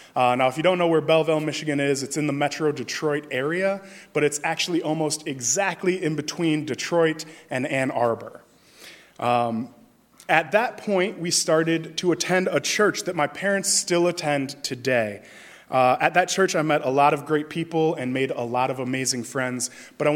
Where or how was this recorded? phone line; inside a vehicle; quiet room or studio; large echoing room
large echoing room